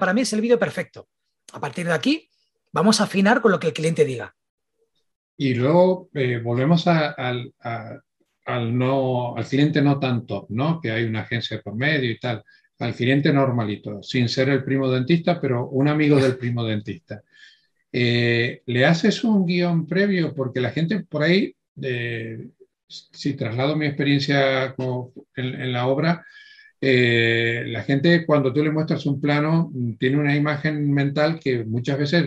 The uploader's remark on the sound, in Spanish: Viajamos a Barcelona y nos tomos la segunda parte del café virtual.